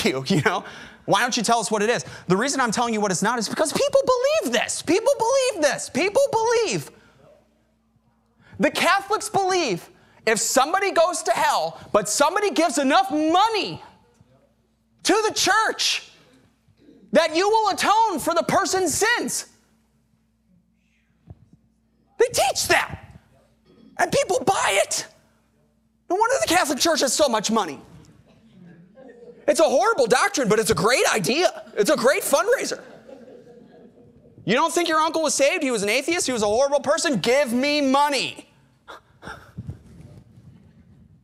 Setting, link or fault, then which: setting, large echoing room